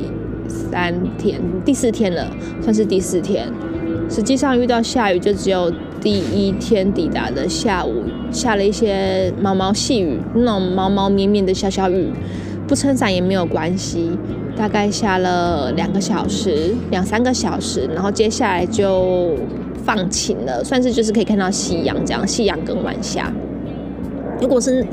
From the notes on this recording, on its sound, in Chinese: 葡萄牙里斯本漫旅 一個人旅行。國外雜音多，請多包涵。